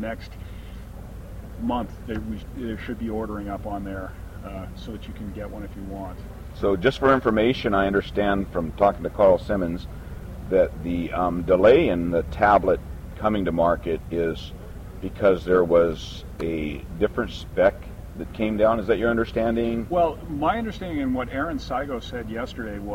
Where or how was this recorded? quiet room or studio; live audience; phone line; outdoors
outdoors